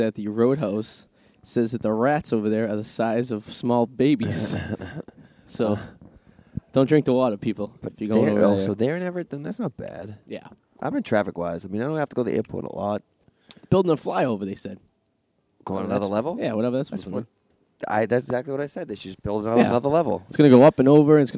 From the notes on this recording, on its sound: live At the Comfort Inn in Revere